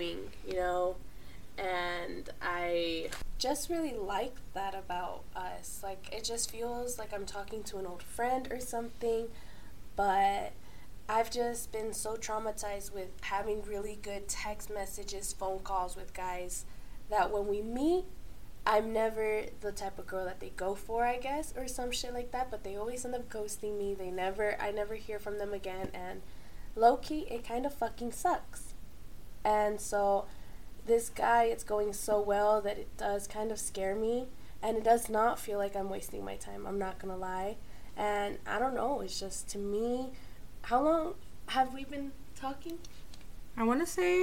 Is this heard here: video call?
no